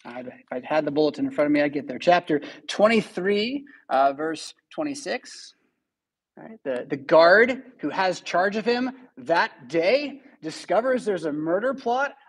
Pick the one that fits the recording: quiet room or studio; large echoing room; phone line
large echoing room